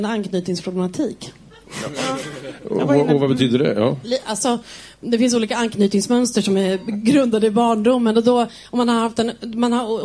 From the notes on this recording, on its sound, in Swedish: Flumskolan är en satirpodcast av Galago och Aftonbladet kultur som spelas in live inför publik på Mosebacke etablissemang i Stockholm.